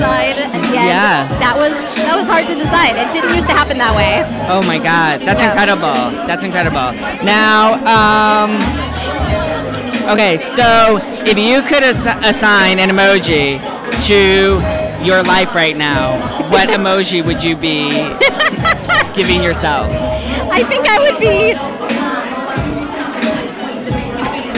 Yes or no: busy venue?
yes